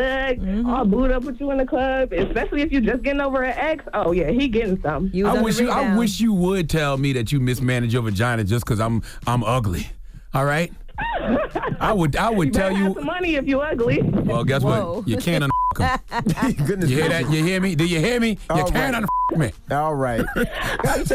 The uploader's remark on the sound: Today on the show we opened up the phone lines. Asked our lady callers.